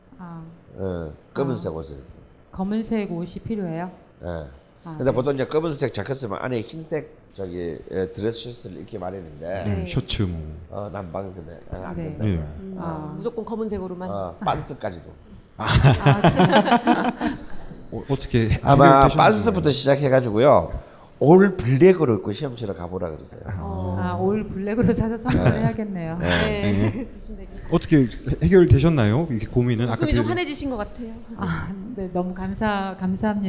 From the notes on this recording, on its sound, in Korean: 우리는 여전히 뻘쭘한 공개방송 중입니다.